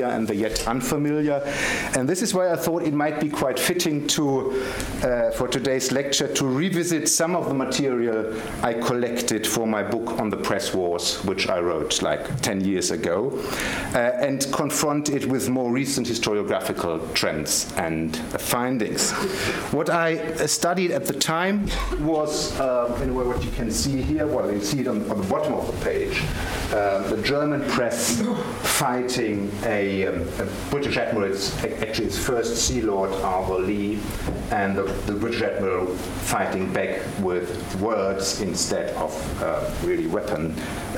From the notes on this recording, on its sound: Gerda Henkel Visiting Professorship Lecture. The lecture was given on 29 November 2016 at the London School of Economics and Political Science.